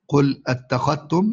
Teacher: كل حمزة يقرأ بإدغام الذال في التاء